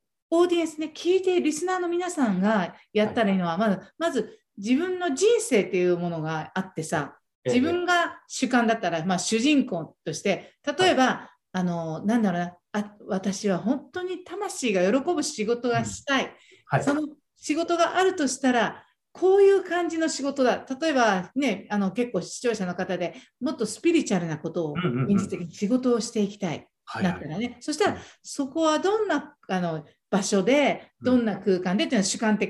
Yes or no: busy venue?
no